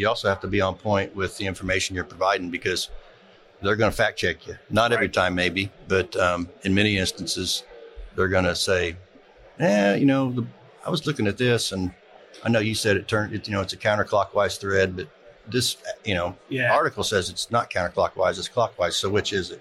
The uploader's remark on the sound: Live at FDIC